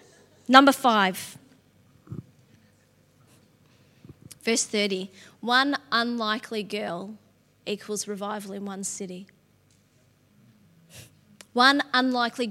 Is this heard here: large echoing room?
yes